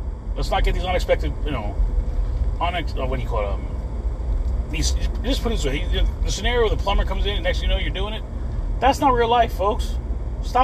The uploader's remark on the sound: In this CarCast